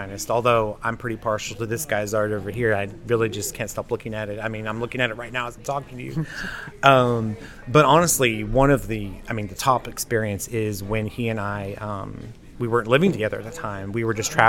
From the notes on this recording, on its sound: This week we recorded a special episode at the HeART of WV launch party in Williamson, WV.